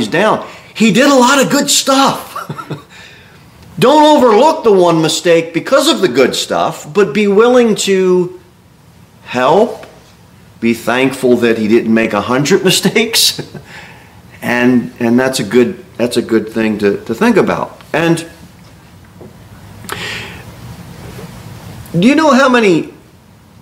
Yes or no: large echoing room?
yes